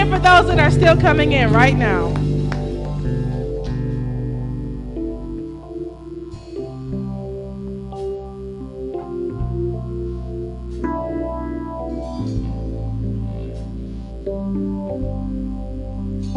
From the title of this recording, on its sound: Celebration of Praise and Worship Service at New Life At Calvary